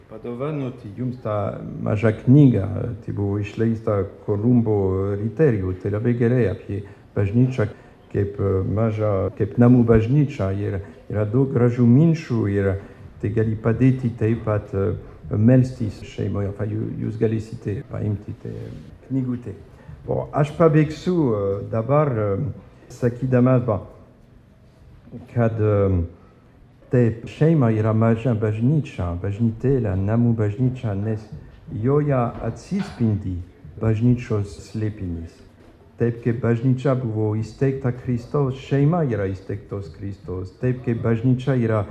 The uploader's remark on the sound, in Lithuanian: Įrašas iš Švento Jono šeimų festivalio.